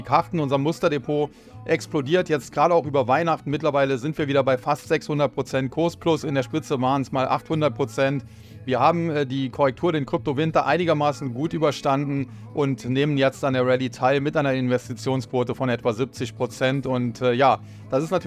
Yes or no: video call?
no